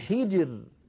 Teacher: الراء ساكنة وقبلها الجيم ساكنة وقبلها الحاء مكسورة، إذا نرقق هذه الراء وكأنها ري، كأنها مكسورة